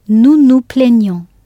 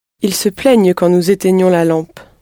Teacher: the nd consonant group goes soft. It is replaced by the ny sound, spelt gn.